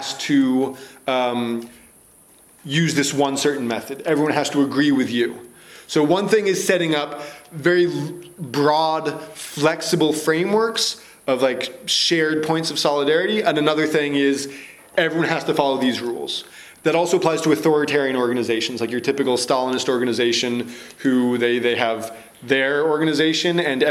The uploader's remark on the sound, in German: Zusammenschnitt und Audioaufnahme einer Kritik an dem Konzept der Gewaltfreiheit. Aus Rücksicht auf das Publikum wurden die gestellten Fragen aus dem Mitschnitt entfernt.